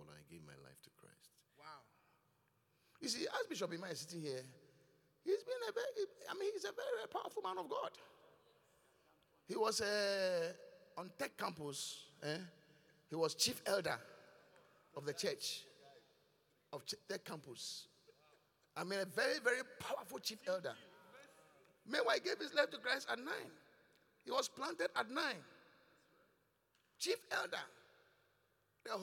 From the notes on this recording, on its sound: Preached at The Qodesh